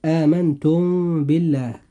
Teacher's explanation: وقعت الباء بعد الميم الساكنة في هاتين الكلمتين، فالكلمة الأولى آمنتم تنتهي بالميم الساكنة في آمنتم، والكلمة الثانية بدأت بحرف الباء، فإذا وقع حرف الباء بعد الميم الساكنة وجب الإخفاء الشفوي